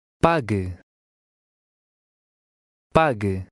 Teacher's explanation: Notice that the U is silent.